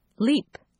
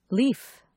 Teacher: Notice the shorter duration of the stops · Shown in: first take · and the longer duration of the continuance.